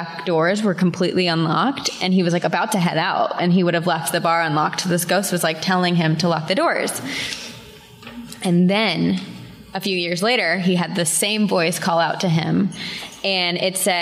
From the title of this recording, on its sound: Live from New York